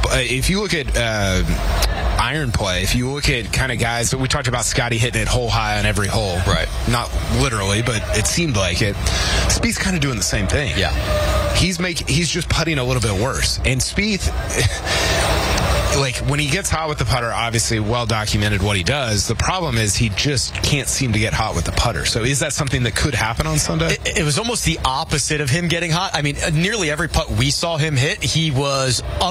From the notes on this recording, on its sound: live from the WM Phoenix Open